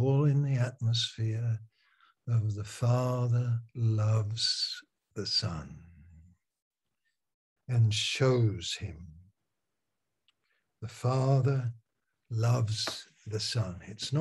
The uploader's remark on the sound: Malaysia Meets (Zoom)